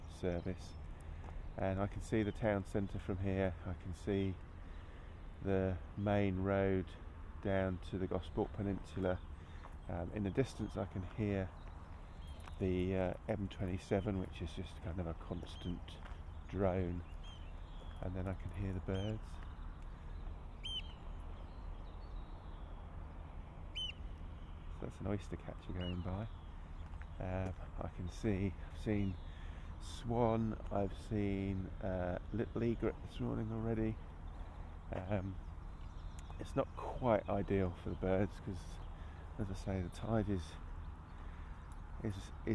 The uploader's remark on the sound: A binaural edition - best listened to via headphones. A morning dog walk and audio ramble.